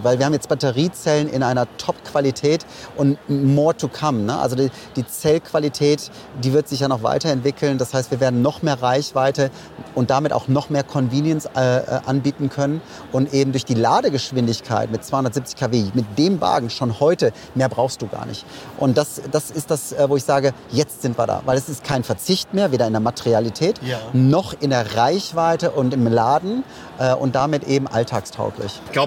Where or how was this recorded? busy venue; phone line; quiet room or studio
busy venue